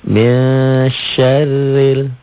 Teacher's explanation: Mesharil, annya n-nya jadi eng. Mesharil, ya, karena nun mati ketemu shin. · Term: ikhfa